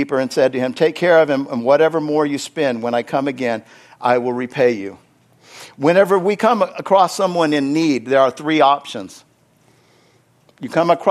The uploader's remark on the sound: Is from the Wednesday service on August 30, 2023 at Harvest Bible Church in Stockton, California.